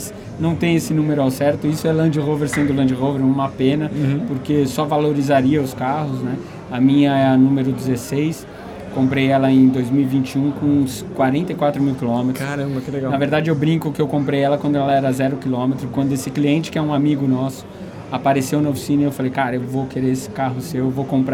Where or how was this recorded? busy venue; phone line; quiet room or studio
busy venue